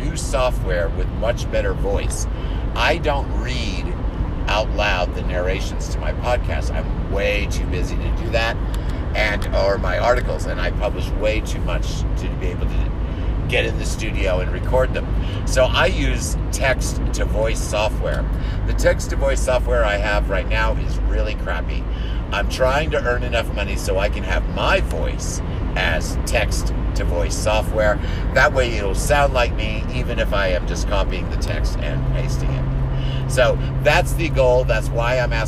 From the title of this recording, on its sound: Talking in the car